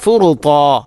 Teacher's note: ത്വാഇൻ്റെ മഖ്റജ് നാവിൻ്റെ അറ്റം, മേലെ മുൻപല്ലിൻ്റെ മുരട്, അതോടൊപ്പം നാവിൻ്റെ മധ്യഭാഗം അണ്ണാക്കിലേക്ക് ചേർന്ന് നിൽക്കുക എന്നുള്ള ആ ഇത്തുബാഖ് എന്ന സിഫത്ത് കൃത്യമായാലേ ത്വാഇൻ്റെ മഖ്റജ് അല്ലെങ്കിൽ ആ ഉച്ചാരണം ശരിയാവുകയുള്ളൂ.